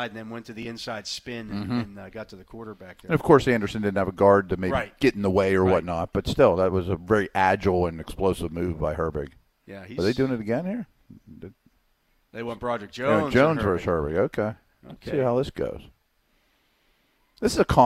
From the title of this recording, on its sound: Live from Steelers Camp Day 13